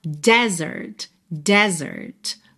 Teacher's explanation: a sílaba tônica é a primeira e esse E é aberto